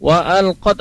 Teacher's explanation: pada saat ta yang sukun itu tidak boleh dipantulkan karena itu sebenarnya tawalud kaidah dalam tajwidnya ya.